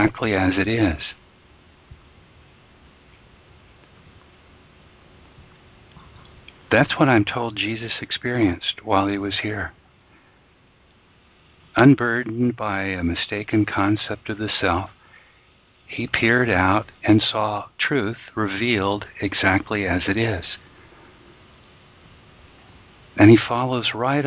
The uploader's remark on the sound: ACIM Daily TEXT Conference Call